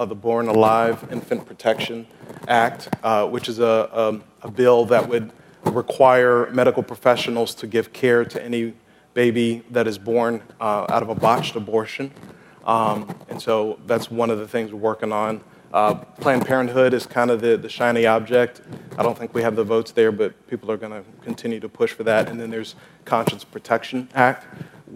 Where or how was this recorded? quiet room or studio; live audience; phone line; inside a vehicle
live audience